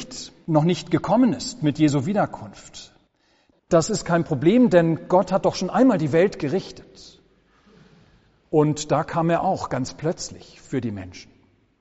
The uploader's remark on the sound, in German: Gottesdienst